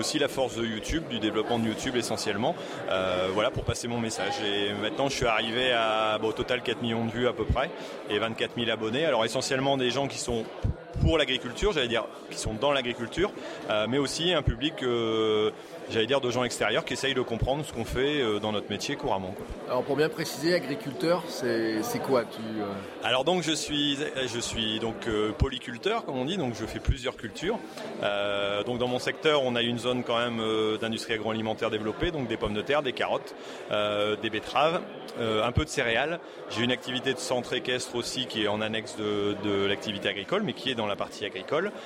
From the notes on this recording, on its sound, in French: À la journée francophone de la vidéo mobile il y a quelques jours à Paris. Cet épisode enregistré entre ateliers et conférences.